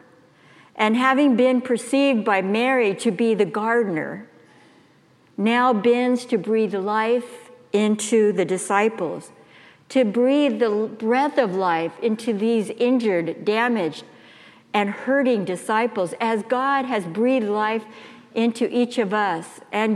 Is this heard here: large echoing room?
yes